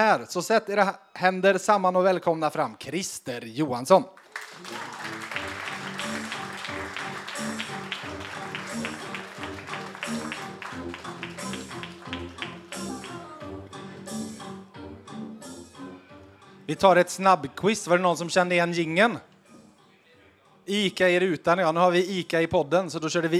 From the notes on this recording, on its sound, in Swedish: VF Hockey Live 2.0. För andra året i rad spelades VF Hockey Live in inför publik på Pitchers i Karlstad.